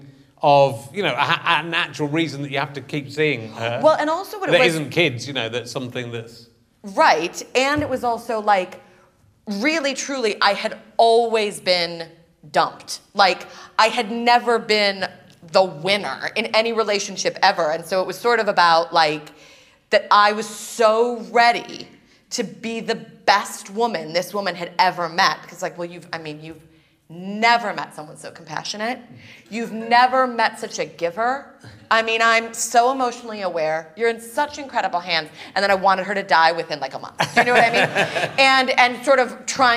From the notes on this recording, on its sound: Another week has gone by and we're at King's Place again. Meets his new upmarket audience.